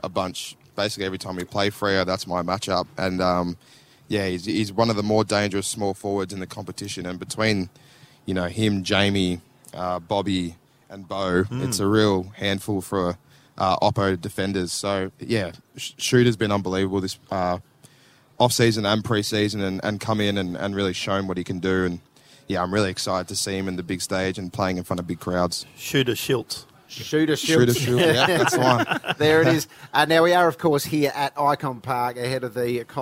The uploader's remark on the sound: LIVE FROM IKON PARK. Ahead of the Charity Shield Game between Richmond and Collingwood. In the commentary box.